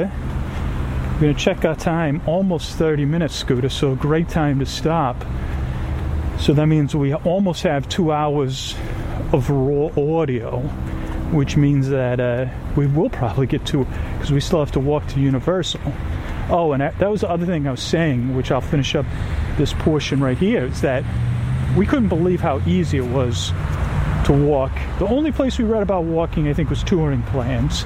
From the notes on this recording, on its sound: Walking I-Drive. This is on location and full of stereo ambient audio.